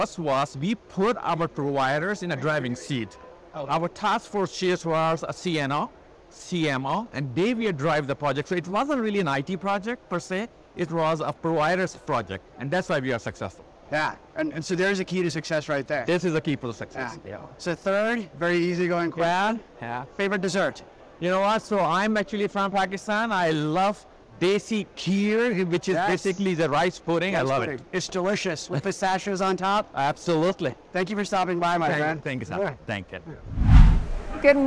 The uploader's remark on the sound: Today on the Conference channel, it’s a double Interview in Action live from the 2023 CHIME Fall Forum.